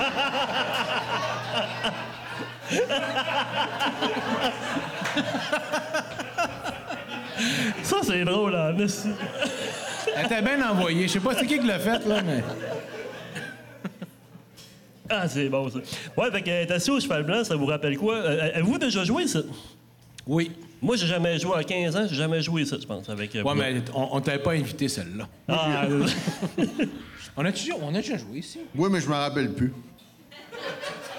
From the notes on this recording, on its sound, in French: Épisode enregistré devant public au Cheval Blanc à Montréal le 3 septembre 2023.